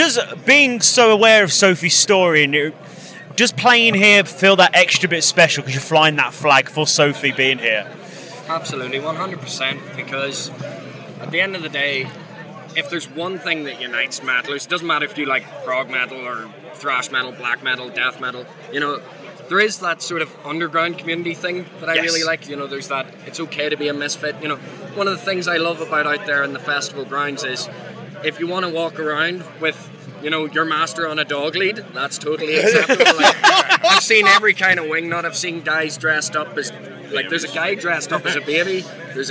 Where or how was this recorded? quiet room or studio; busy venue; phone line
busy venue